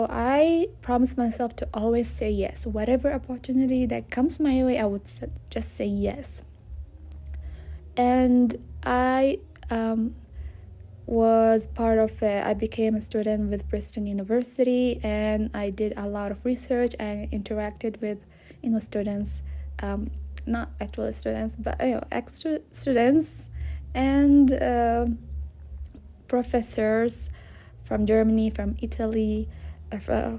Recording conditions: background noise